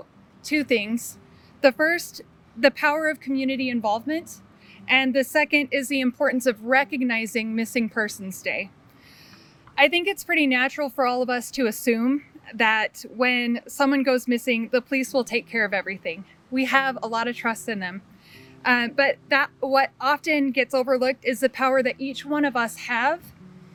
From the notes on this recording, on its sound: This also includes the full recording from the Missing Persons Day event held in front of the Bonneville County courthouse.